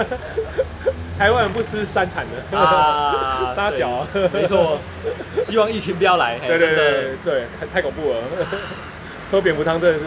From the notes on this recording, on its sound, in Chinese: 錄音地點：牽咖啡 Chen Coffee